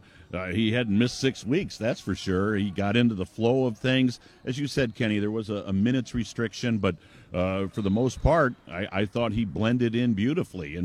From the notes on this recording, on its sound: Live from Rocket Mortgage Fieldhouse.